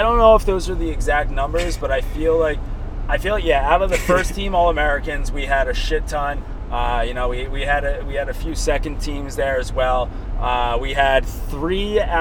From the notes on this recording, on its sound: The boys hit the mics on the car ride home from Gillette